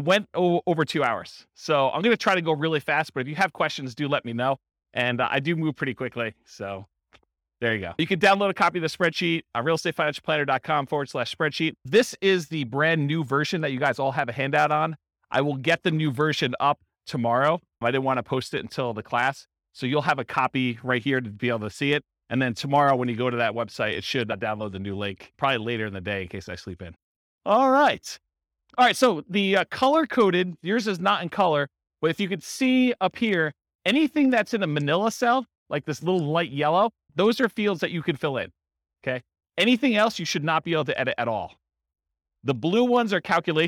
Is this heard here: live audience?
yes